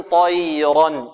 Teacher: الراء مفخمة والياء مرققة